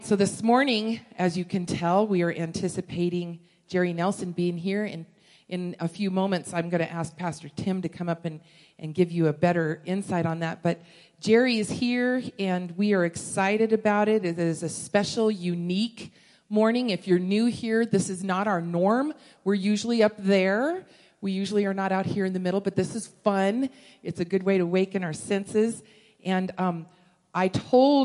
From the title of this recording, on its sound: Woodland Life Church Live